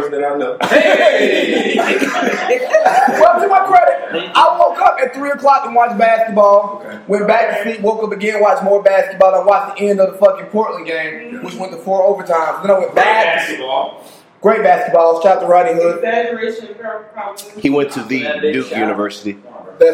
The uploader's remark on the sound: This Episode is the first of a 4 part episode that we recorded at Family Brunch.